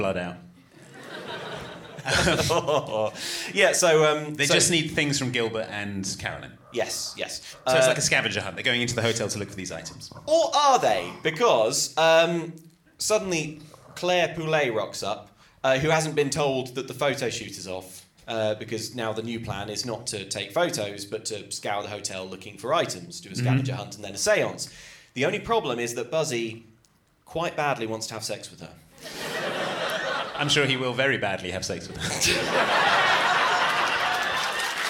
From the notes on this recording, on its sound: This episode was recorded live at the Prince Charles Cinema, London.